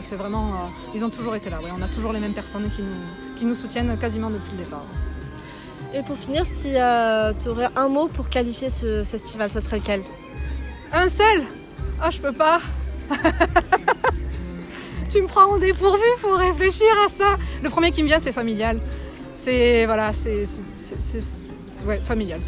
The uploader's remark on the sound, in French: REPORTAGE : En immersion dans les coulisses du festival Cap à Cases.